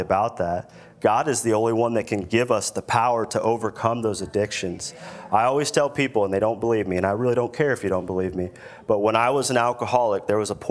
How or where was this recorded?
large echoing room